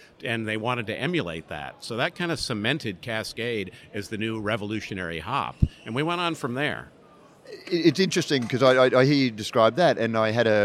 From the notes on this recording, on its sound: In the second episode of Brews News Live, from BrewCon 2018